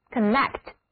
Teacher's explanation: 整个单词的重音在第二个音节